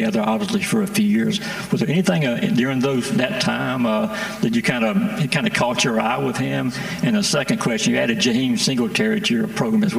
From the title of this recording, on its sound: live from the Podium at SEC Media Days